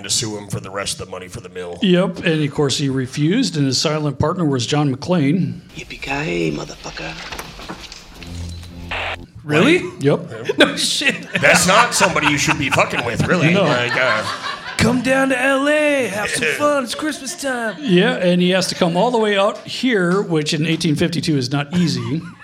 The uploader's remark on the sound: Live from the Rendezvous. Recorded with the History Boiz podcast!